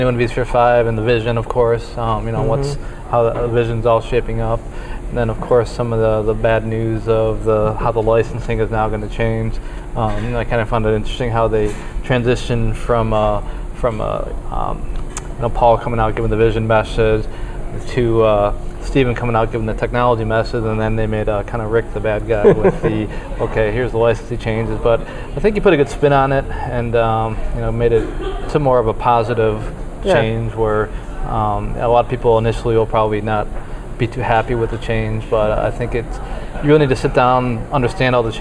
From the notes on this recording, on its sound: LIVE from the VMware vSphere 5 Launch in San Francisco